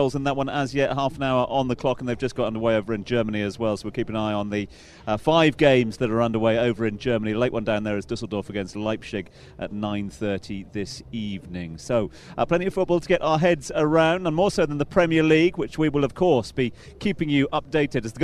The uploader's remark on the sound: From the rooftop garden of Barasti.